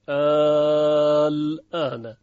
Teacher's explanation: مد لازم در یک کلمه باشه مثل الان که داره مد لازم هست و به میزان 6 حرکت امتداد پیدا میکنه